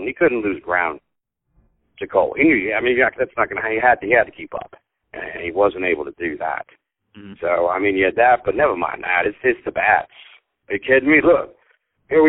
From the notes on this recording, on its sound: Live from Bally's in Atlantic City. Joins us live from Atlantic City over the phone (we apologize for the audio quality in advance).